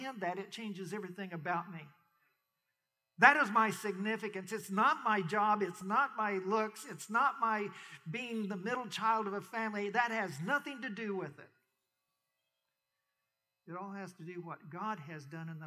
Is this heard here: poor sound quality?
yes